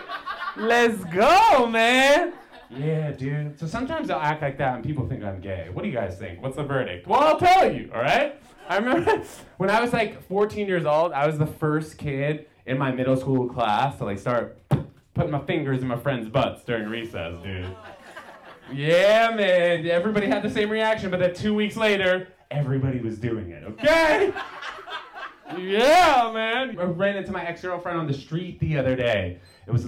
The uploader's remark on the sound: A 5 Minute Comedy Set LIVE!